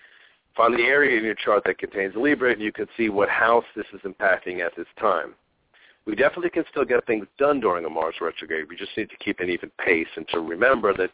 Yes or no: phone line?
yes